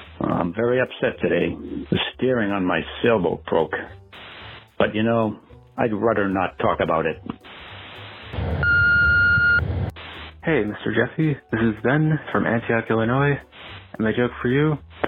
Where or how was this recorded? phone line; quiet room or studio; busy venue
phone line